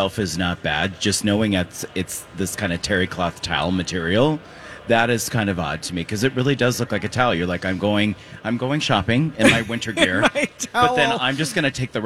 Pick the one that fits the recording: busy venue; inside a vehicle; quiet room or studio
busy venue